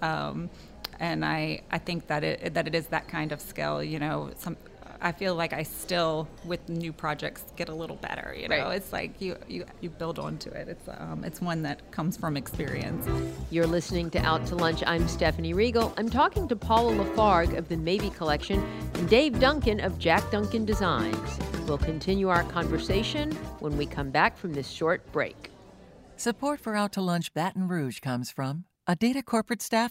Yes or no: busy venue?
yes